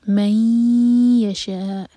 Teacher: جب ادغام غنہ کے ساتھ کریں تو میک شیور کہ دو سیکنڈس کا ٹائم ہو اس میں، جلدی نہ کریں.